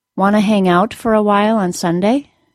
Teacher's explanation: Did you hear that the word out was stressed and the word hang was not?